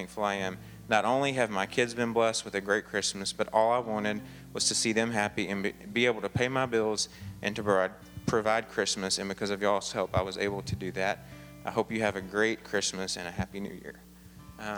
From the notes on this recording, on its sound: Advent Conspiracy Midnight Christmas Eve Service 2013 (Audio).